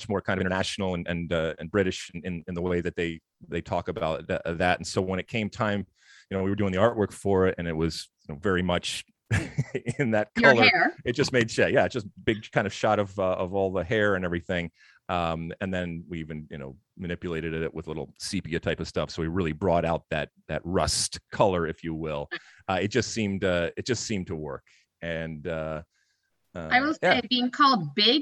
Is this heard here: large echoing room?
no